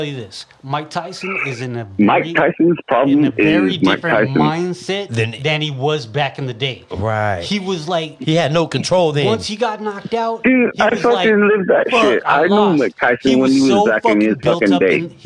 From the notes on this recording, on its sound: phone call 2 Phoenix Arizona